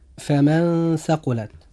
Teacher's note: نجد أن نطقنا لحرف النون جاء فيه إخفاء حقيقي منطوقا بشكل متوسط بين الإظهار والإدغام